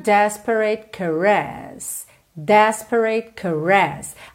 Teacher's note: Atenção aqui às sílabas tônicas. Desperate é a primeira, caress é a segunda